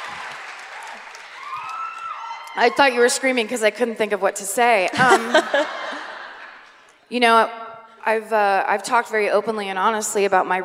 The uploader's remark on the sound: Live at the Community Center Theater in Sacramento